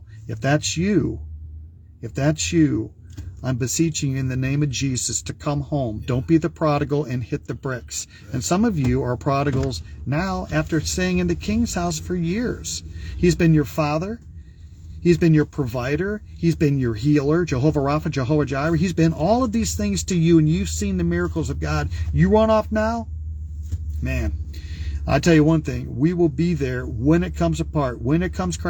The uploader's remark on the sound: Brown Bag In The Van!